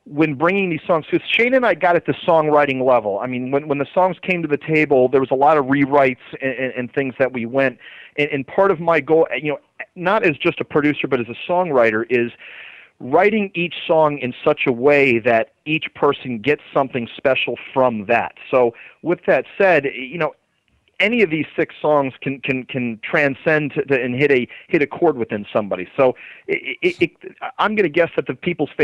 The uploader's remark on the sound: with call-ins